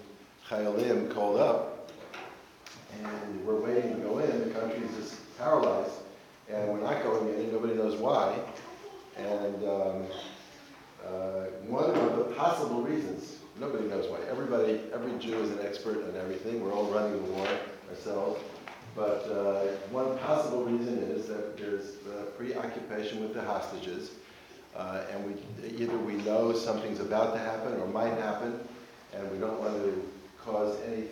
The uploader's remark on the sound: Recorded live at The Torah Center ATL on October 22, 2023